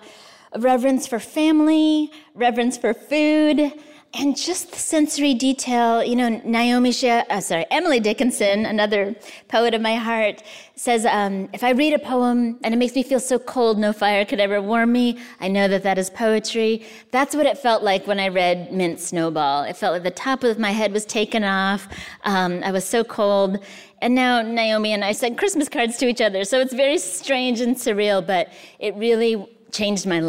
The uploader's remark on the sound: recorded during the 2022 Dodge Poetry Festival in Newark, New Jersey.